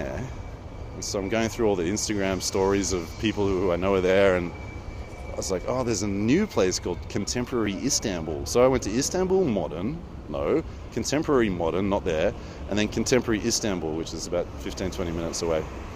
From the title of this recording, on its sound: Istanbul, Walk and Talk